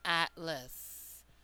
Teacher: A is reduced to the schwa sound in the second unstressed syllable. · So the first A in atlas had a full, long pronunciation